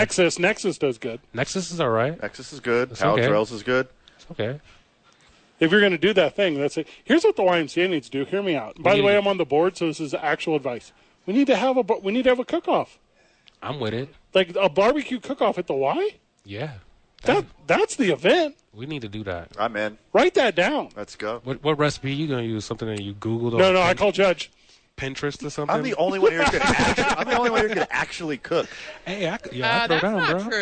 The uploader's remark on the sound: live from the YMCA